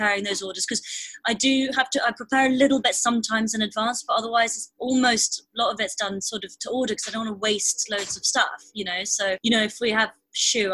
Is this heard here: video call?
yes